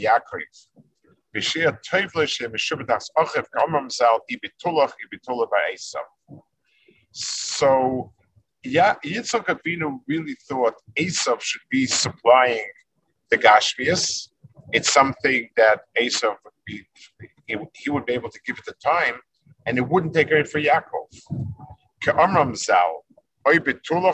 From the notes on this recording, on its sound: This shiur take place over Zoom on Motzei Shabbos.